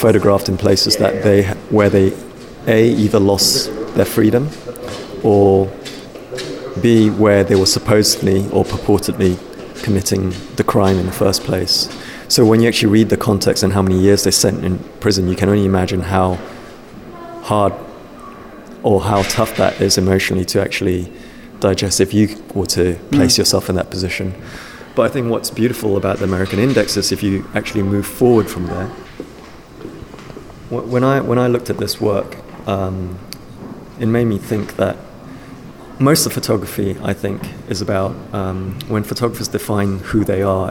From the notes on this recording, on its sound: This years field report from the annual Photo London festival, featuring a personal, chaotic and non-comprehensive selection of chats, discussions, soundbites and random witterings.